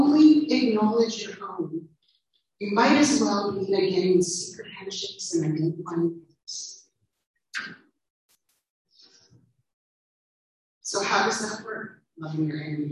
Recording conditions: poor sound quality